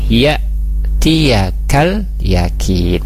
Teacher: Hat ta, nah di sana ada huruf ta, dipanjangkan 2 harakat matbi'i, kemudian ya tiaga, ya di situ ada hamzah sukun, hati-hati hamzah itu dia punya sifat syiddah, tertahan suaranya, jadi tidak ya juga tidak dipanjangkan seperti itu tapi ditahan, ya tiakal yakin.